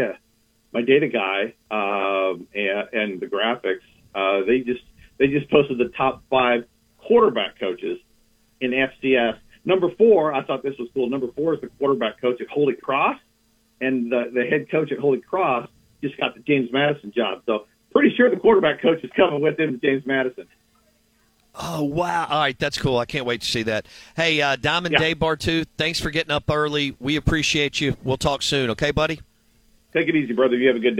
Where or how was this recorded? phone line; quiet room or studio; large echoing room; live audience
phone line